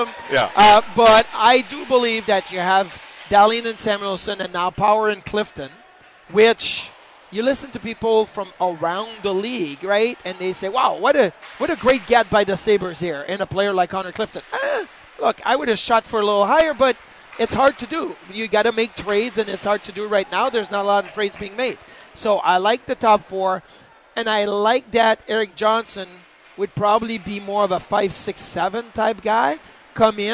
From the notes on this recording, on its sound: live from Sabres development camp